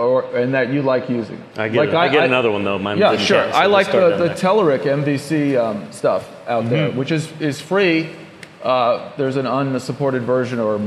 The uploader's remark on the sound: A panel discussion at DevConnections in Las Vegas. Handles questions from the audience.